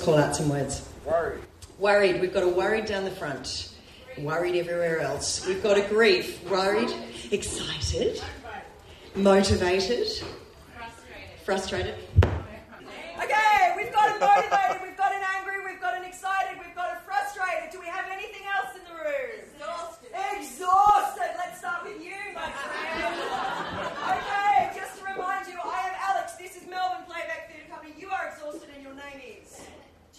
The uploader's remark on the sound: Recorded at SFL2020